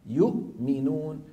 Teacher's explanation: أنعمت، أن النون مظهرة، عم الميم مظهرة، علي الياء مظهرة، شايف؟ يؤمنون الهمزة الساكنة مع الميم، الهمزة من الحلق والميم من الشفتين · Term: الإظهار